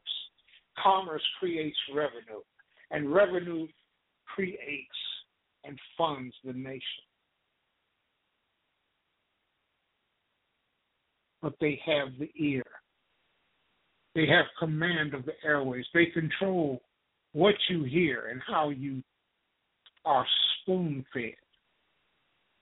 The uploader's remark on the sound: Poliitical TALK RADIO. LIVE and call-in broadcast.